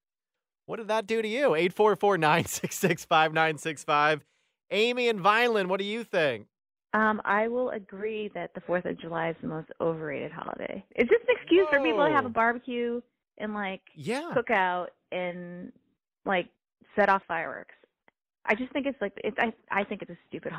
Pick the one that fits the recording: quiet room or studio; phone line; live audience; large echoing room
phone line